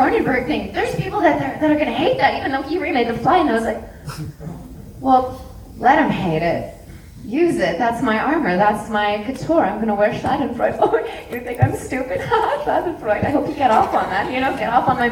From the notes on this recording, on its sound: Grimmfest Special. What you have in this episode is their Pre-Film intro, the Post film Q&A, and finally my sit down chat with them.